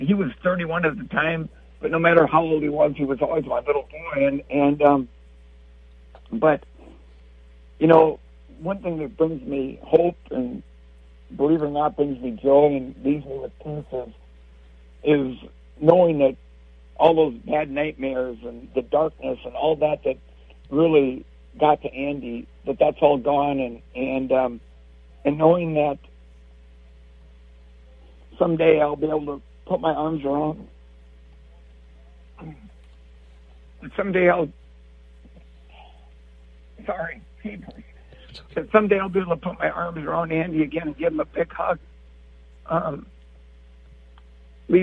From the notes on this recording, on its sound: Please note, in these days of social distancing, we had to do this via cell phone. The quality isn't always great.